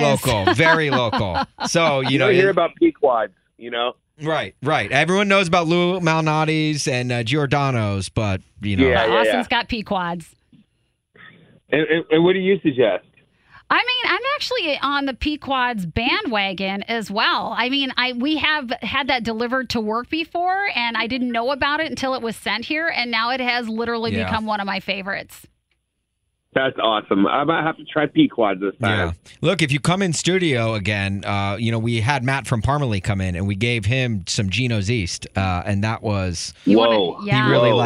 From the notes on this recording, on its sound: called in to chat